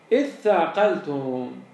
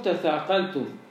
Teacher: قلبت التاء ثاء، تثاقل، بما أن مخرج الثاء والتاء متقاربان · Shown in: first take · زين، قلبت التاء مال ثاء، زين، للإدغام.